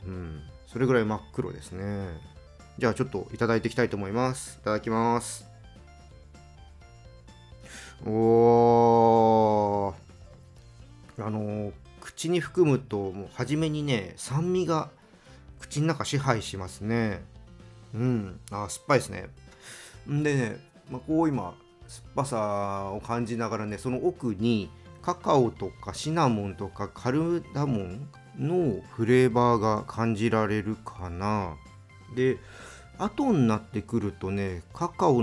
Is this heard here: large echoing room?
no